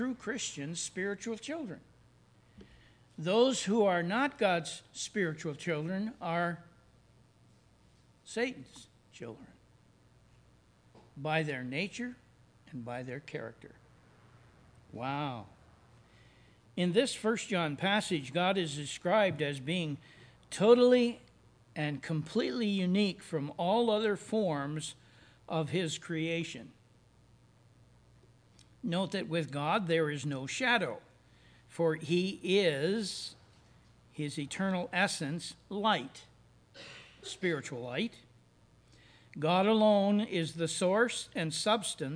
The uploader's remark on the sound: services recorded at Thornville Baptist Church